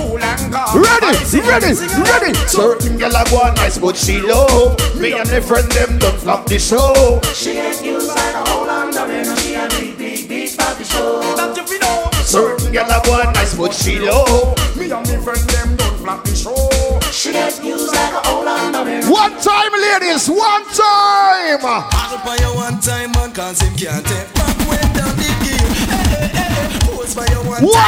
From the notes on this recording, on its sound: JAMAICA INDEPENDENCE BASH AT JAMROCK 8943 LEM TURNER ROAD JACKSONVILLE FL